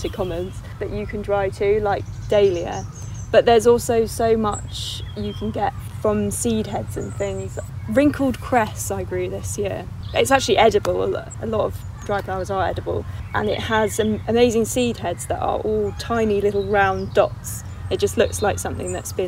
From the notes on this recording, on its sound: Recorded at the Adhust Estate Allotment in Hampshire.